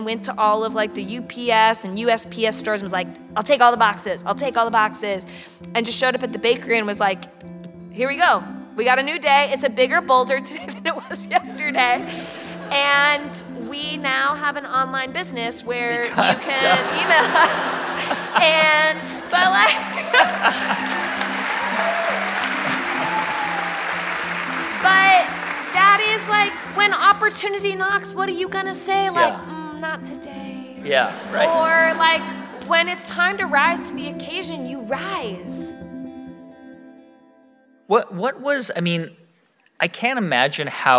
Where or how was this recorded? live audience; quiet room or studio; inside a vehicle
live audience